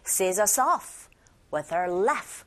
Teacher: off가 여기선 부사인지라 이때 동사와 부사가 같이 맞물려 있는 경우 off에 더 힘을 주시면 돼요